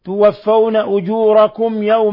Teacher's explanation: ميم ساكنة جاء بعدها الياء إظهار شفوي